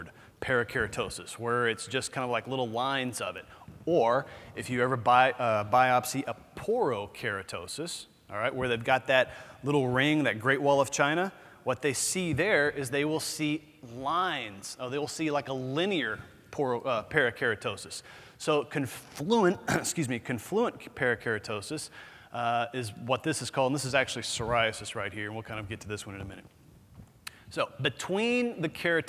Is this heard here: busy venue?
yes